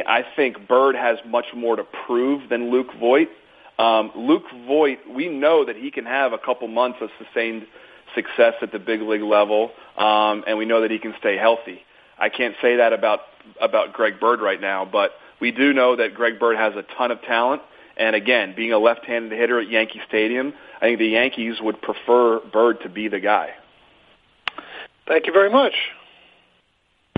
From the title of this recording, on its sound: MLB Conference Call